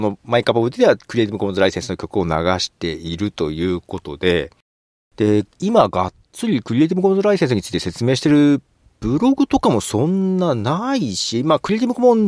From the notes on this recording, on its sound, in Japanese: ひさびさに車内での録音。